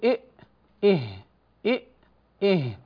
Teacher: هذان الحرفان يخرجان من أقصى الحلق